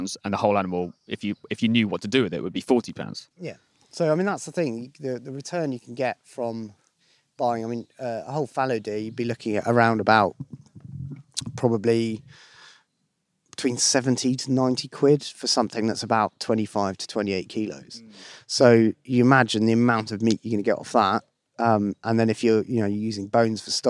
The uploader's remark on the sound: spends a day in the East Sussex countryside